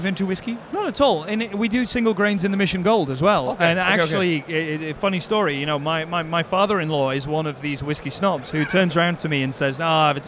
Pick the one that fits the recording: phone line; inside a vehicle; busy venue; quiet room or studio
busy venue